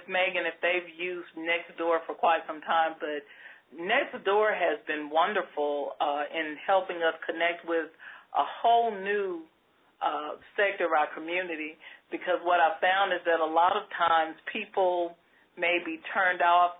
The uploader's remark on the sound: On this CommunityMatters® conference call